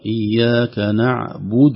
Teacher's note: ضم الشفتين في الباء، الباء عليها ضم